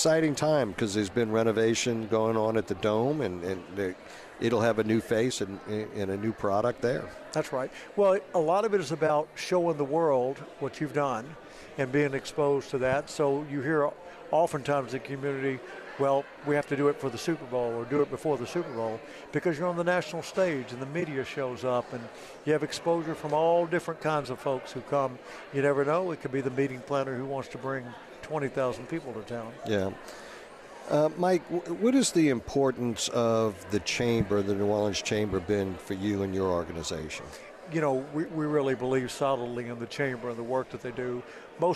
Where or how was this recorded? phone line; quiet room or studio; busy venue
busy venue